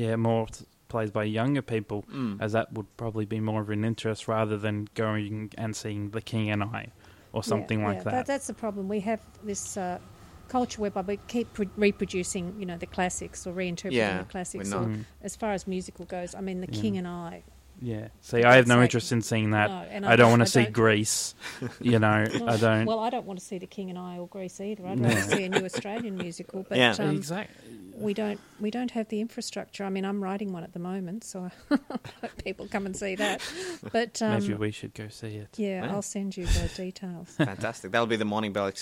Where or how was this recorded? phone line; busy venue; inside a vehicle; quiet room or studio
busy venue